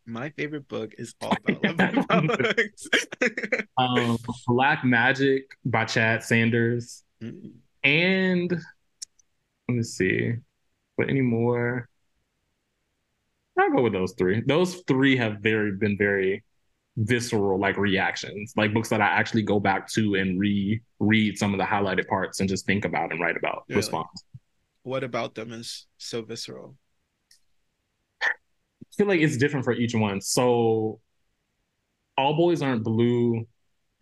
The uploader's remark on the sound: Recorded virtually between TX & CT